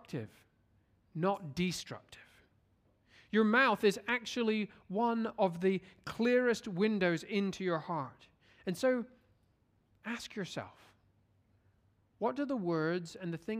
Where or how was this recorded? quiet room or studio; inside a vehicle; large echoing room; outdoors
large echoing room